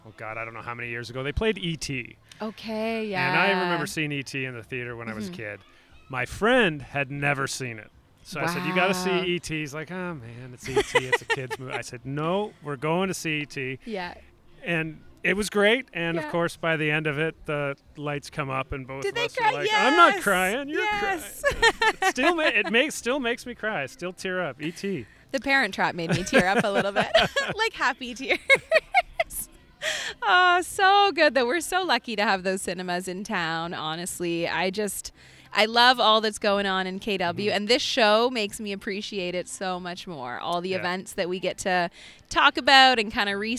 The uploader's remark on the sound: LIVE from Breithaupt Block. The grand opening of the new Breithaupt Block Parkette at King and Wellington in Midtown.